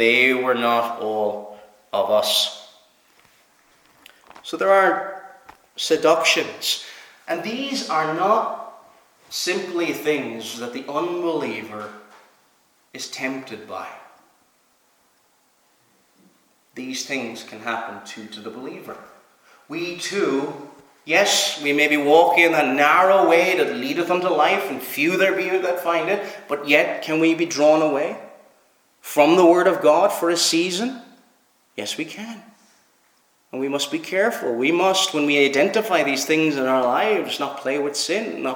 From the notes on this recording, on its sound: Preached at Knock - Point Free Church